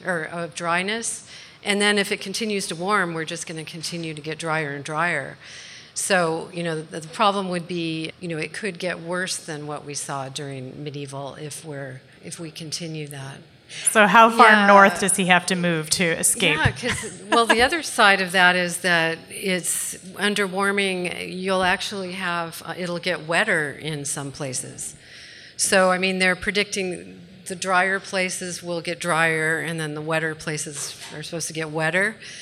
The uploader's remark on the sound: In front of a live audience in Oakland, CA. Recorded at Awaken Cafe in Oakland, CA.